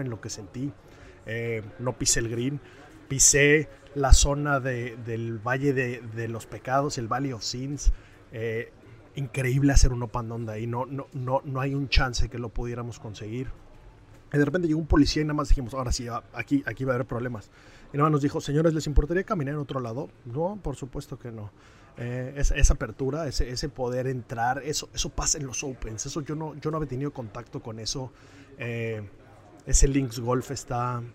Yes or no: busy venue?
yes